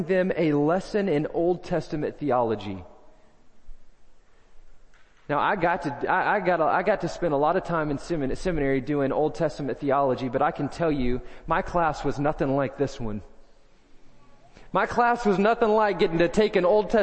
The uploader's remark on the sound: First Baptist Belton Tx Sunday Morning Sermon